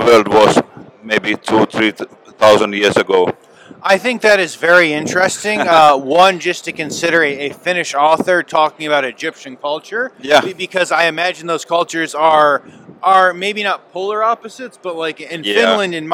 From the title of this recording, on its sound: Live From Hannover Messe 2023